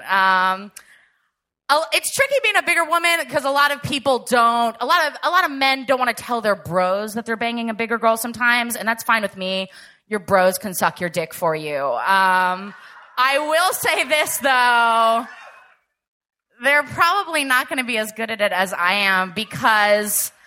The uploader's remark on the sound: Valentine's Day Show Live in Portland.